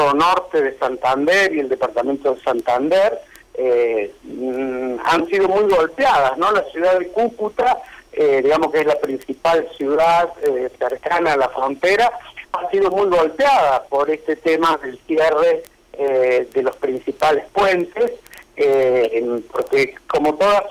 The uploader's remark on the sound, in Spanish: En entrevista telefónica